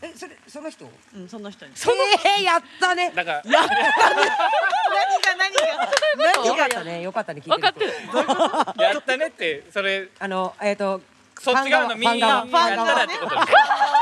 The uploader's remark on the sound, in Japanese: ヨルガオ。 のお客さんも巻き込む大盛り上がりの公開収録。周年のお祝いに飲みに来ているお客さんから生のお題をその場でいただくという公開収録ならではのスタイル。